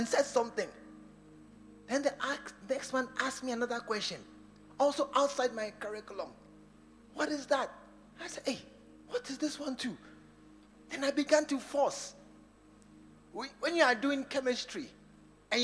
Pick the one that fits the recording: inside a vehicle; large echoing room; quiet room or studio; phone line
large echoing room